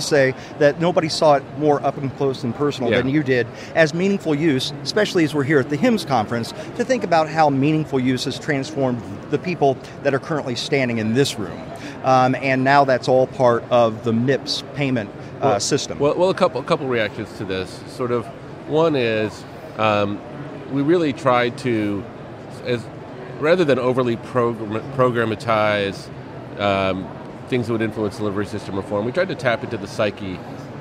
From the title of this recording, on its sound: LIVE from #HiMSS17